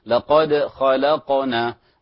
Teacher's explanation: لقد خلقنا القاف الدال، لقد بالدال، وكذلك خلقنا هنا قلقلة صغرى وتميل إلى الفتح، تميل إلى الفتح